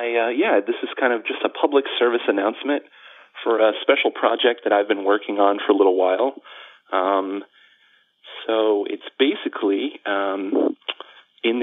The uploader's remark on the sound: The Atheist Experience is a weekly Internet television show based in Austin, Texas geared at a non-atheist audience. Every week we field live calls from atheists and believers alike.